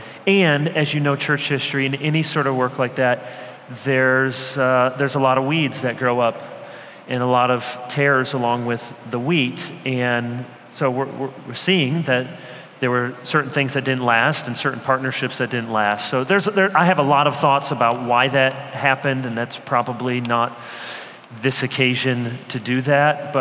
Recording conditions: live audience